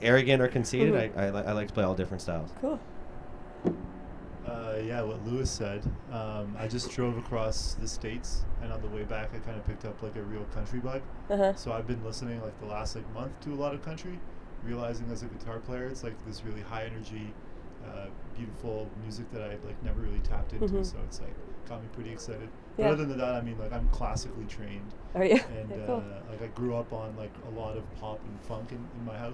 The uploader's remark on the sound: In the beautiful city of Owen Sound. The sun is beaming on the rooftop of the Heartwood Concert Hall, where the band has just finished up a sound check and is eager to share their latest tunes.